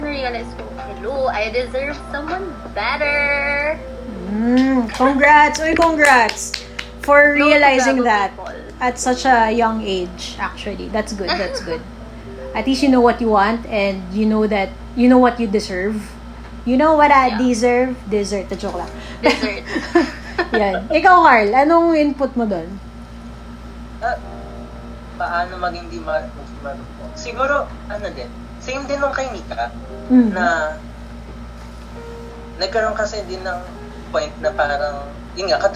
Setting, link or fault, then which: fault, poor sound quality